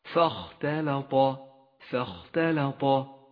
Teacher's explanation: فاختلط، ولاحظ أن حرف الفاء حرف مرقق، وهمزة الوسط الداخلية التي بعده لونت بالرمادي لأنها لا تلفظ، والخاء حرف مفخم، والتاء واللام حرفان مرققان، والطاء حرف مفخم. فانتقل ببراعة بين الترقيق والتفخيم، وأعطي كل ذي حق حقه.